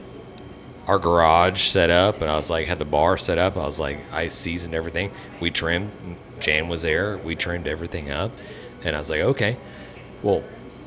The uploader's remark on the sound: on location at Martin House Brewing